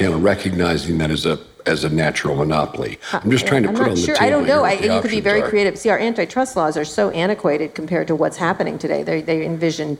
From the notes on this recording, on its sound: In this live conversation recorded at Harvard University's Kennedy School of Government.